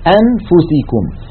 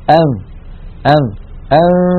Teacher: نذهب من مخرج الهمزة من قولنا أ إلى تهيئة الفم مباشرة إلى مخرج الفاء · Shown in: second take · فنقول أن أن أن. · Term: إخفاء